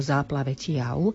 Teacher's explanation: To isté máme potom aj v tej poslednej slohe, kde hovoríme o záplave tiau. Pozor, tu je na konci slova V a vyslovujeme ho ako U.